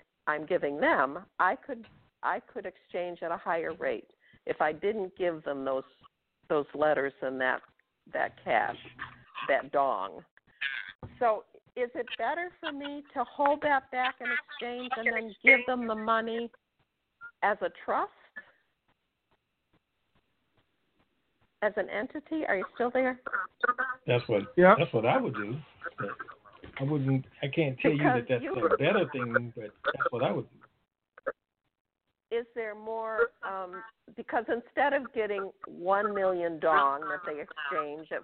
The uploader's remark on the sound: TNTSuperfantastic Conference Call